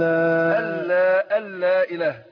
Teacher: ادغام نون ادغام بغير غنه، ادغمنا النون في اللام